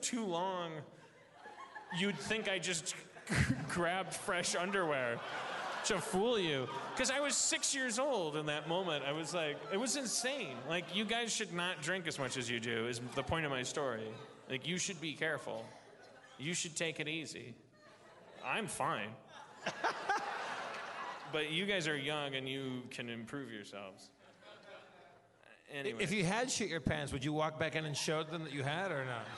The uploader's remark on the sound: LIVE from Everything Is Festival 2015